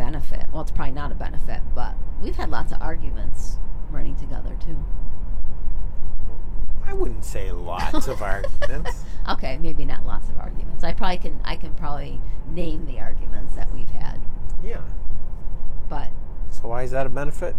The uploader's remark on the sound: We are in the car, so some of the audio is not ideal.